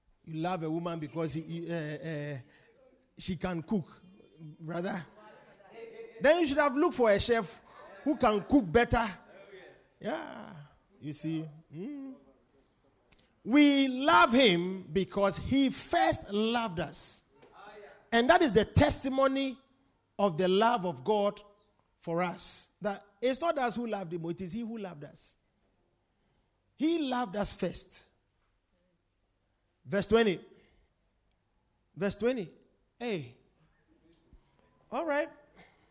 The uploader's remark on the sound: Preached at The Supernatural Encounter Service.